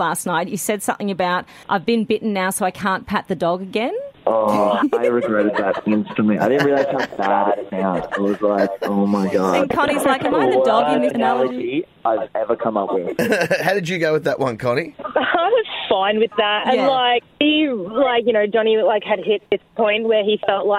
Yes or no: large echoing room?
no